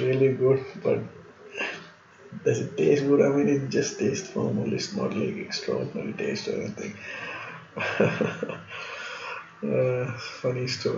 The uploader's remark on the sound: Need to improve on the audio and the clarity.